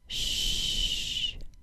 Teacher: The SH sound is created with the tongue back slightly farther in the mouth. The tongue is flatter, causing the air to pass in a flat stream between the front of the tongue, not the tip of the tongue as for the S sound, and the back of the tooth ridge.